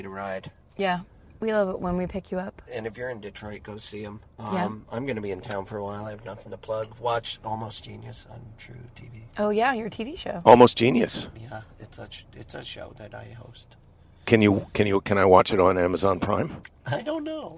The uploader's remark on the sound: At LAX and podcast in the car as we bring him to his home.